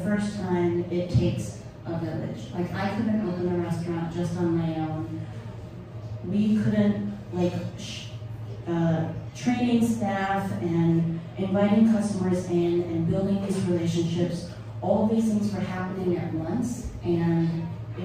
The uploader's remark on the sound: Live Show. The final episode of the live Salon show from December!